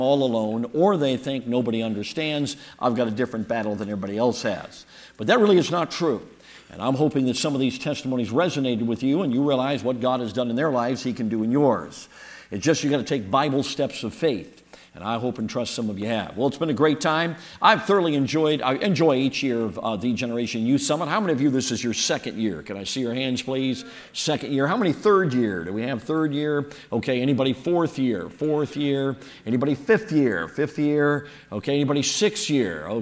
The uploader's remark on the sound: all of the sermons and workshops delivered at the 2023 Thee Generation Youth Summit at Falls Baptist Church in Menomonee Falls, WI this past October 11-13, 2023